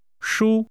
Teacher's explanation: Comfortable is pronounced with a high level tone.